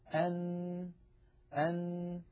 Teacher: عندما يقرع طرف اللسان منطقة اللثة يخرج حرف النون هكذا أن، فبعد أن يقرع مخرج طرف اللسان ما يحاذيه من اللثة من غار الحنك الأعلى ينقفل كل هذا المكان ولا يعود يمر من هذا المكان ولا ذرة صوت، فيتحول الصوت عن طريق التجويف الأنفي وهو ما يسمى بالخيشوم، فيخرج الصوت عن طريق فتحتي الأنف. إذن حرف النون يتألف من جزئين رئيسين، الجزء الأول طرف اللسان يقرع ما يحاذيه من غار الحنك الأعلى، بعد هذا القرع ينحبس الصوت في هذا المكان ويتحول المجرى عن طريق الخيشوم، فمجموع هذين العملين يشكل حرف النون.